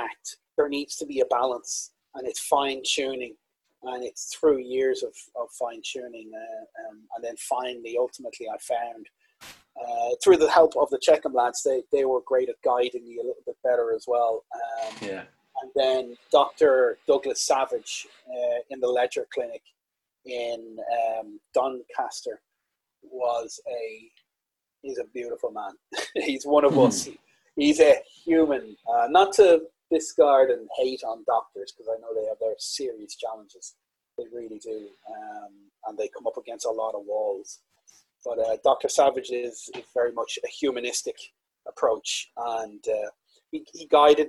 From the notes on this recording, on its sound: Recorded over Zoom during lockdown so apologies for the audio quality.